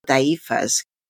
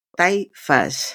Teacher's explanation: han deshecho el diptongo, han hecho un hiato poniendo tilde en una I que no lo necesita · Shown in: first take · diciendo taifas, que además cuesta trabajo decirlo.